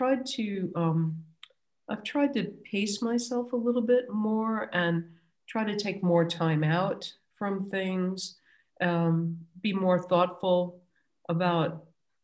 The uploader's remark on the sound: This interview was recorded on 21st January 2021 via Zoom.